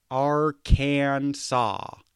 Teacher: The final S is silent, sowieso, Französisch. The A in each syllable with the Italian sound, also A, wie Italiener sprechen. · The accent on the first and last syllables.